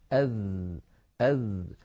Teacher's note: من صفاته في اللغة العربية أن الذال مجهورة، لأنها ليست من حروف سكت فحثه شخص، فلا يجري معها النفس كثيرا، يجري نفس ضئيل لا يعتد به، أذ. والذال حرف رخو، لأنها ليست من حروف أجد قط بكت فهي ليست شديدة، وليست من حروف لن عمر فهي ليست بين الرخوة والشديدة، فهي قابلة للتطويل والمط فهي حرف رخو.